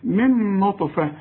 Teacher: نون بعدها نون من نطفة، وكأن عندك نون واحدة فقط